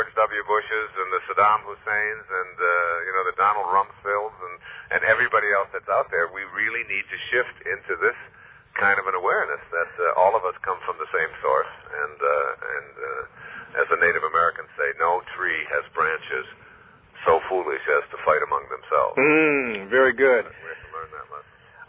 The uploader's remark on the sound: this phone interview